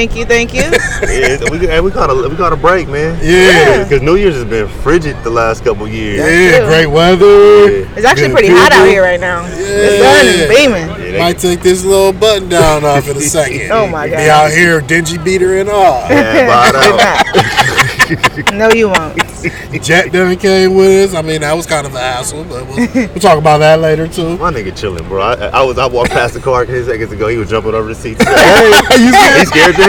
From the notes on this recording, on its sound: We're live from the Rose Bowl.